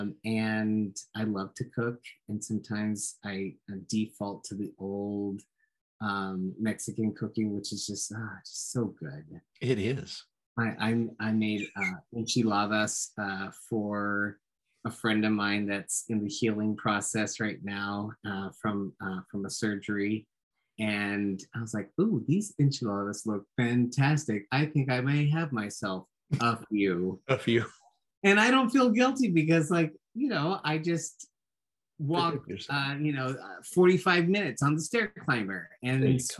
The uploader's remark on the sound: Recorded 11.22.2021 from Raleigh, NC & Austin, TX on Zoom